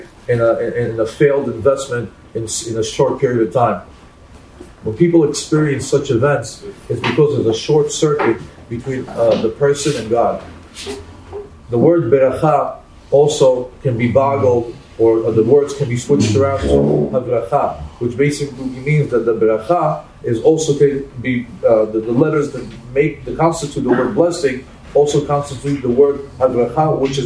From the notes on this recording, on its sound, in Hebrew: הוקלט בבית הכנסת שערי עזרא, מיאמי ביץ', פלורידה, במהלך מסע חיזוק ליהדות ארצות הברית.